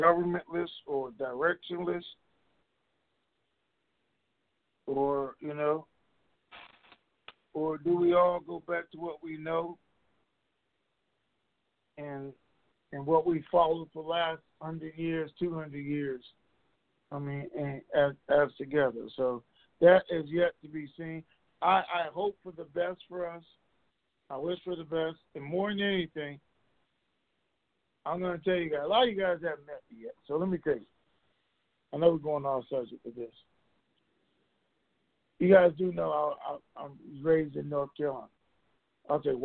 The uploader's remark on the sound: TNTSuperfantastic Conference Call